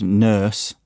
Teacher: So typically the word nurse, in my accent, doesn't have a R sound, but some speakers would say nurse, or the word far, they might say far.